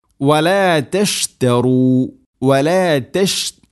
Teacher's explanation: ഷീൻ പ്രത്യേകം ശ്രദ്ധിക്കുക, തഫഷി പരത്തി ഉച്ചരിക്കണം